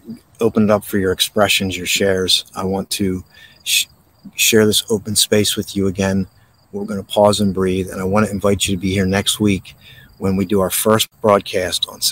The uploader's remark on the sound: This Episode originally streamed live on location at Sunflower Farms, Dalton Farms Swedesboro NJ. The audio from this podcast was taken directly from this live stream.